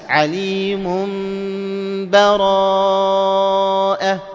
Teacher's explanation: تقلب النون الساكنة هذه إلى ميم وبعد ذلك تأتي بالغنة معها · Term: إقلاب